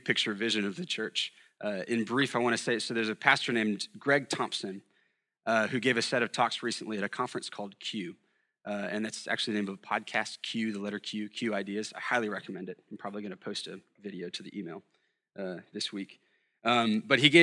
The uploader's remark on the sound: at Sojourn Galleria Church